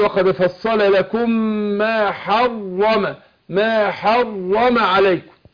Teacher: حرم، الراء مشدده مفتوحه، هتفخم بين التشديد